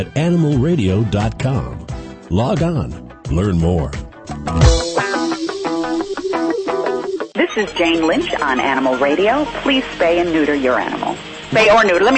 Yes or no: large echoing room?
no